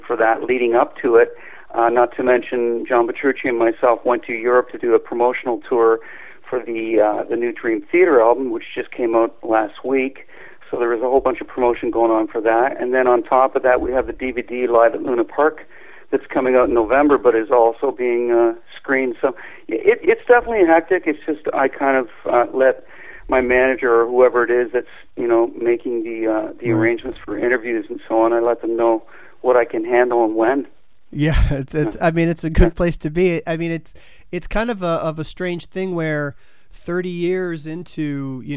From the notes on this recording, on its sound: Called.